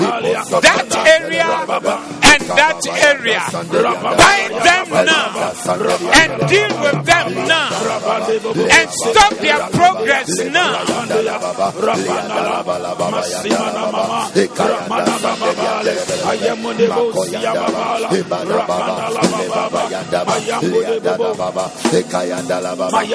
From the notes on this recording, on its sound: Preached at the Zeloo Service